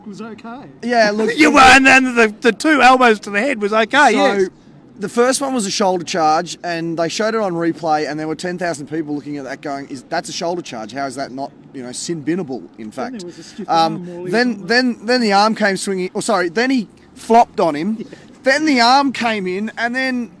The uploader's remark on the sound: was on location after the match as the crowd streamed out!